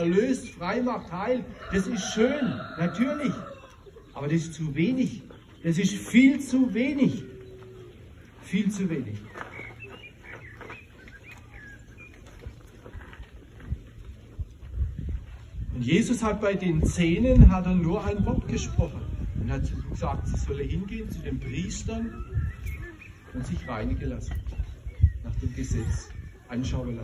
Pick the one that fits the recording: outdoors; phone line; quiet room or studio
outdoors